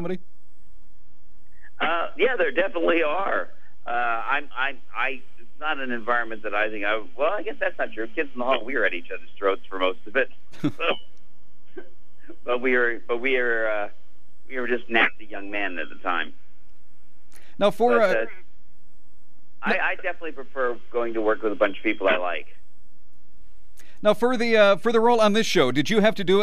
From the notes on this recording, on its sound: Called.